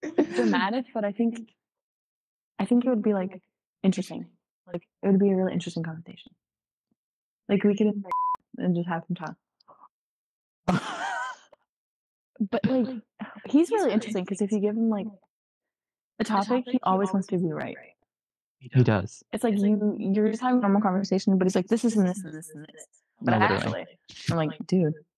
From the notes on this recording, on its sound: Please bare with the audio problems just for this first episode